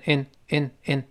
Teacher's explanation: and 如果读快变成 in inin，那个 a 就做不到位了